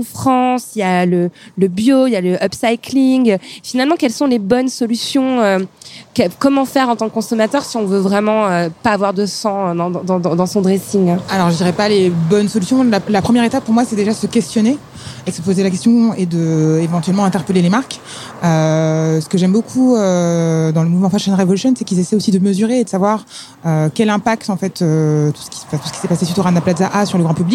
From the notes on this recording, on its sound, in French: Enregistré le 22 avril 2017 lors de la journée “Fashion Revolution”. Installées au bord du Canal Saint-Martin.